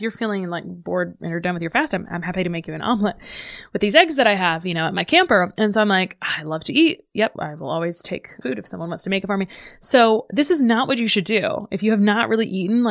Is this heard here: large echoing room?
no